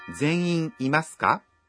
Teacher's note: Là trợ từ để biến câu khẳng định thành câu hỏi. Khi nói câu này, các bạn nhớ lên giọng ở cuối câu.